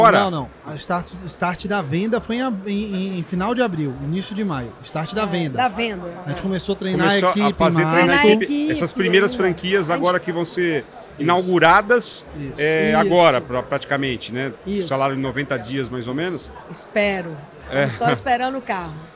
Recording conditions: busy venue